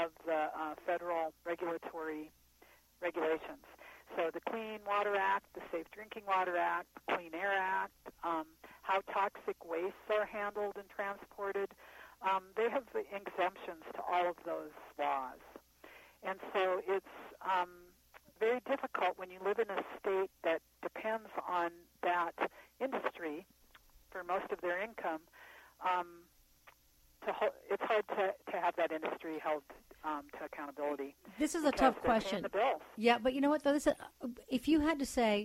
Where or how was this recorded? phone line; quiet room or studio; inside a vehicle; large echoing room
phone line